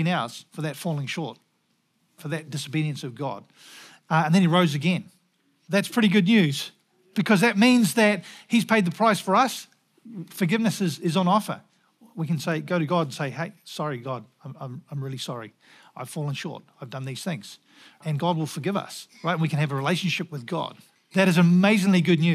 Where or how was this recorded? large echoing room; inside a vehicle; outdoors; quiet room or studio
large echoing room